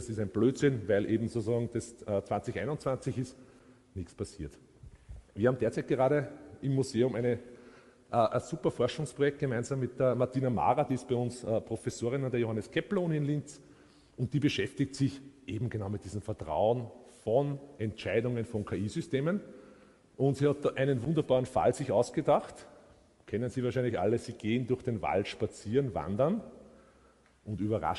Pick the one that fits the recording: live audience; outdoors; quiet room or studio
live audience